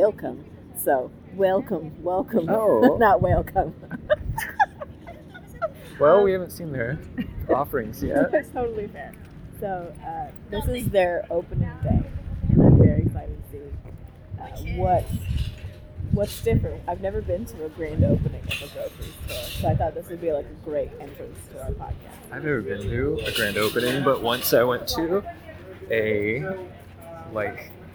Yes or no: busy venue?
yes